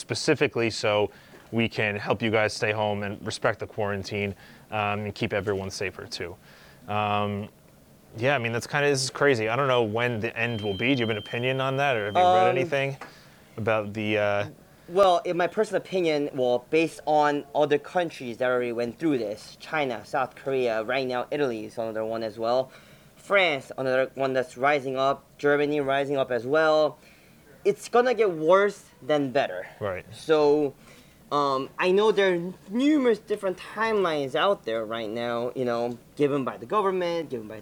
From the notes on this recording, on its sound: This episode was filmed at HB Pharmacy in North Arlington, NJ.